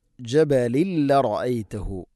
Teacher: അലാ ജബലിൽ റഅയ്തഹു, ജബലിൻ തൻവീൻ ശേഷം ലം ഇദ്ഗാം ബിലഗുന മണിക്കാതെ കൂട്ടിലയിപ്പിക്കണം